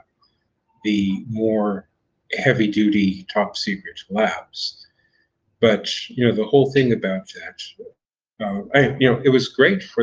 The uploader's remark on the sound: Recording of the Fireside talk which took place in Humanode telegram voice chat on 18th of May, 2022.